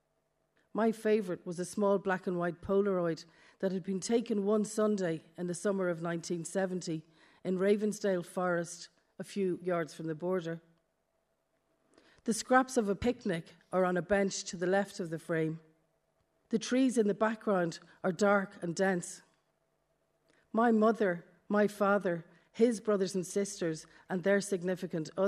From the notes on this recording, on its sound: More live recordings from Ballyshannon, Derry and most recently, the Belfast Book Festival at the Crescent Arts Centre, Belfast